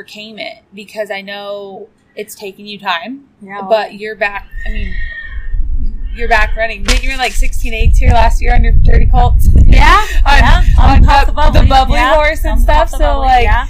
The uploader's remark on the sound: We were grateful to have the opportunity to sit down with her at the Pink Buckle. You will hear some background sound but we had the opportunity to sit down outside of her stalls and enjoy the weather.